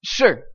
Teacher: it's the fourth tone, so it's like you're yelling stop at somebody, but it's pronounced sure.